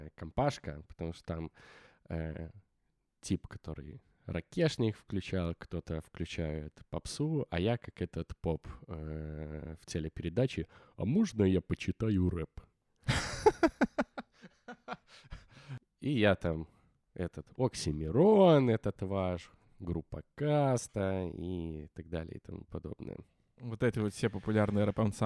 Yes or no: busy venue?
no